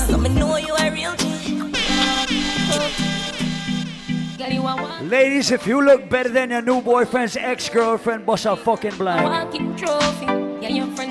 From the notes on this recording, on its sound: LIVE AT RUM & WATA - DANCERS PARADISE EDITION- MANGOVILLE NYC. Live audio from Seafood Tuesdays at Mangoville in NYC.